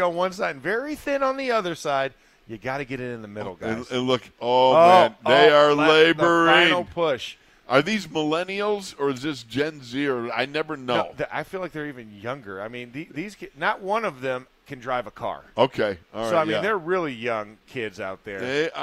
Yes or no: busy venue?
yes